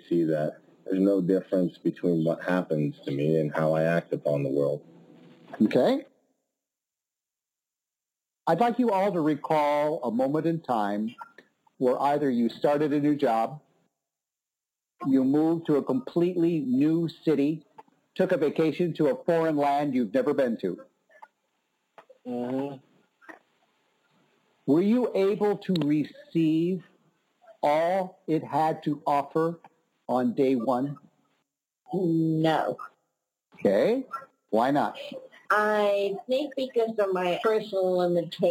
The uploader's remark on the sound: Conference-call based classes. Making sure your phone battery has at least one-hour of life left. We record (then broadcast) our classes.